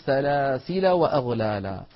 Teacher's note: أما في حال الوصل فتحذف الألف يعني فنقول سلاسل وأغلالا